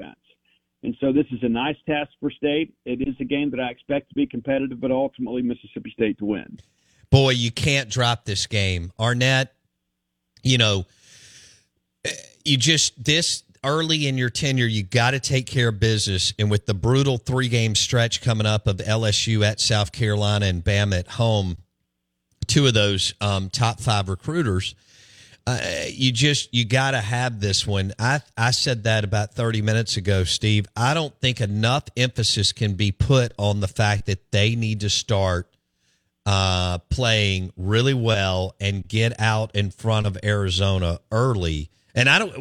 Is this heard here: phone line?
yes